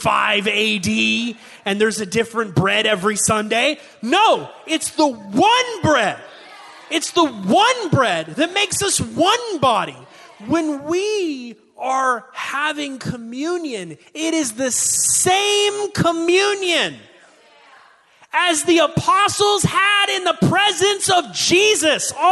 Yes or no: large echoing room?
yes